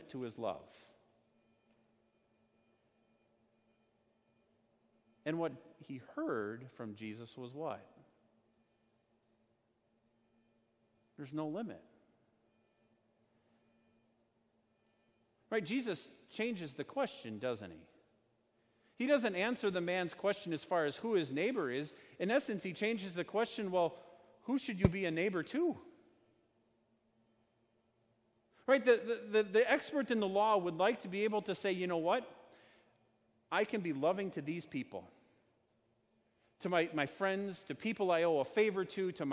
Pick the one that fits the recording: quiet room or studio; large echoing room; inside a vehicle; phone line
large echoing room